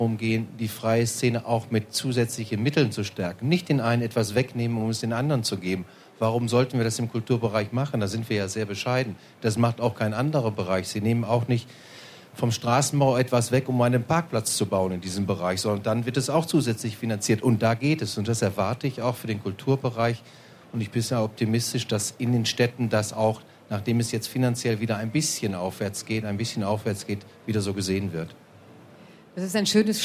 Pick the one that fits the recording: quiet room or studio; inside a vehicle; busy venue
busy venue